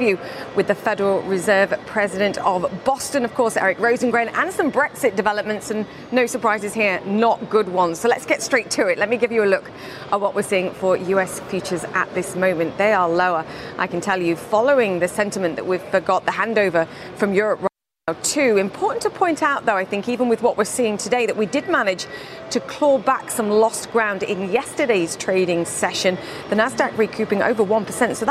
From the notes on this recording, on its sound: is live at the New York Stock Exchange